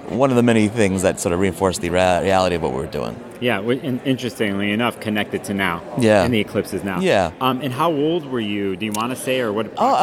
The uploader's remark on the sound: This was a quick interview from the NORWAC conference.